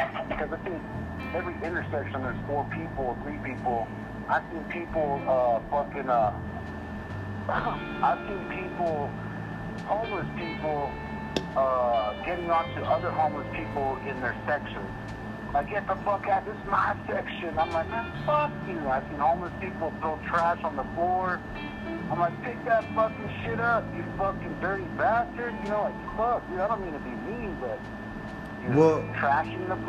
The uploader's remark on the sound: Pretty much phone talk with my childhood friend living in Navajo nation. Drinking alcohol and talkin a bunch.